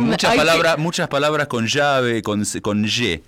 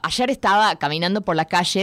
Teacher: it's got that sh sound for the Y and the double L